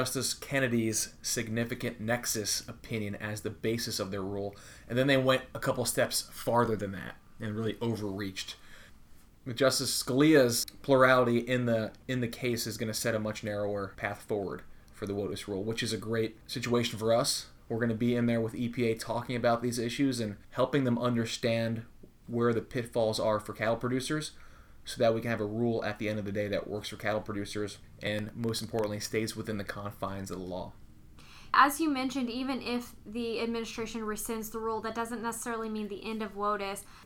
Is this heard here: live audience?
no